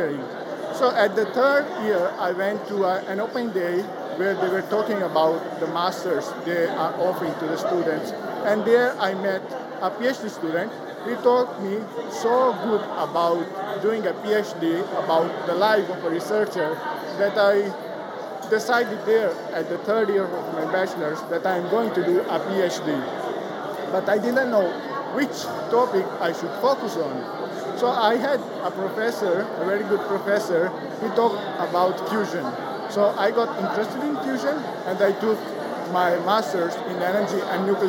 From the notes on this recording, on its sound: going live on location at the FuseNet PhD Event in Padua, Italy